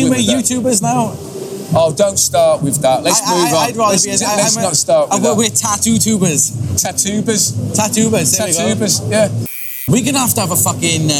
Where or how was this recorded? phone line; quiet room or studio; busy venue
busy venue